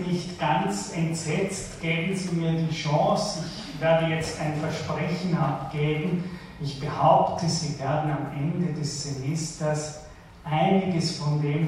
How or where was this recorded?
large echoing room